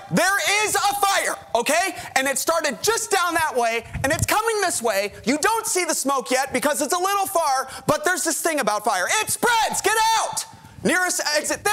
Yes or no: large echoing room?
yes